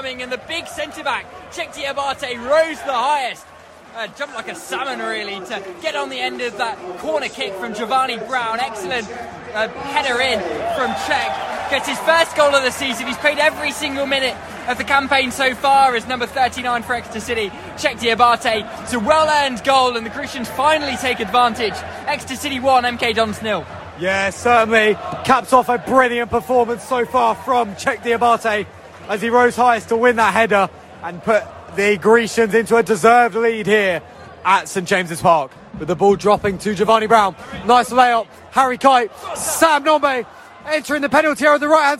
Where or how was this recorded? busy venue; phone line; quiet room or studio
busy venue